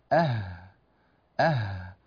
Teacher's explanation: والهاء تخرج من منطقة أعلى قليلا من الهمزة